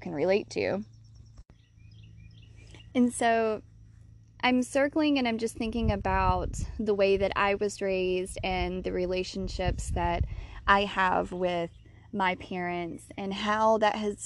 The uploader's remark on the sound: I recorded this episode on a whim while laying on my back deck under the sun.